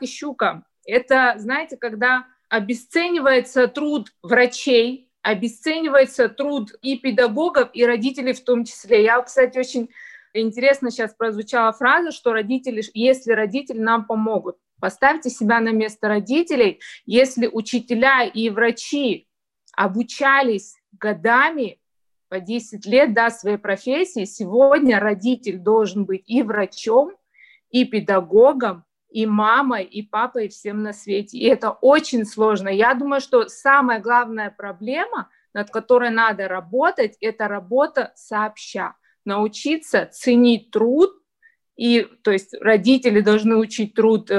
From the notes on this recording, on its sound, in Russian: Вторая часть Дискуссионного клуба, прошедшего 18 декабря на платформе ZOOM. Поскольку встреча вышла довольно продолжительной, запись была разделена на два подкаста.